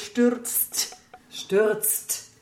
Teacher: We really have to phonetically remember that the Z is a TS, and then there's a T at the end, so you get stürzt.